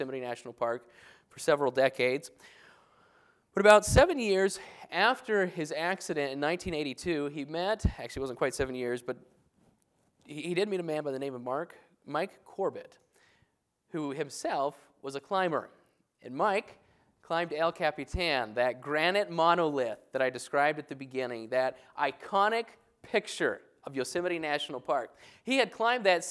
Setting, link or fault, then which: setting, large echoing room